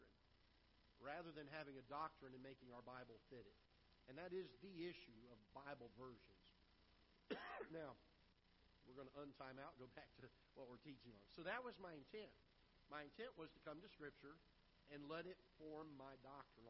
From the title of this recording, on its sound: Ketha Heights Baptist Church ~ Live Broadcast